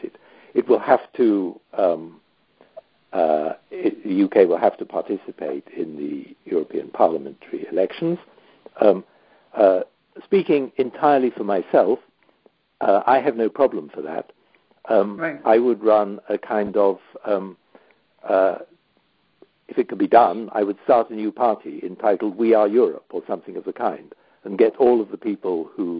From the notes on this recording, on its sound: The Turkish Heritage Organization hosted a recent teleconference discussion.